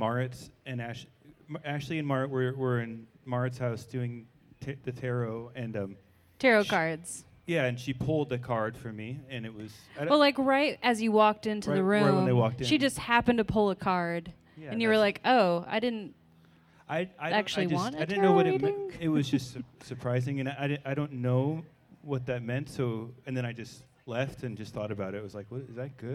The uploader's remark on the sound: All recorded in front of an audience behind the Historic Carnegie Library in Olympia.